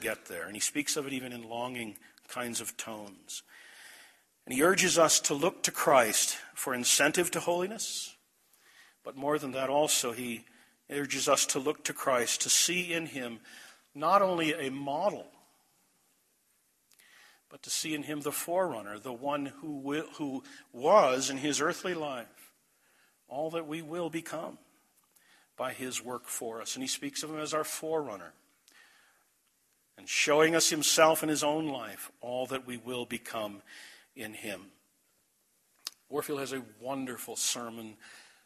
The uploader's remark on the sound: This message was delivered at The Clarus Conference, Desert Springs Church, Albuquerque, NM, March 9, 2012.